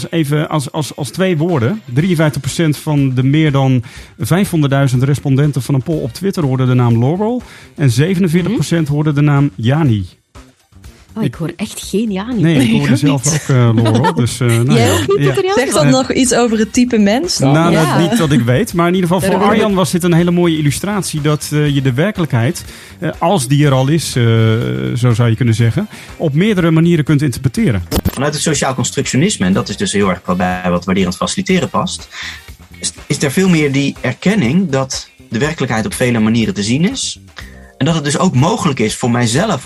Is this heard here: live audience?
no